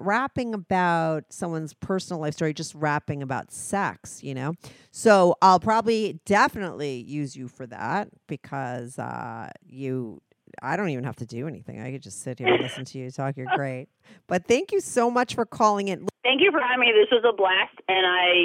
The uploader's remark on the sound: she called in to talk all about it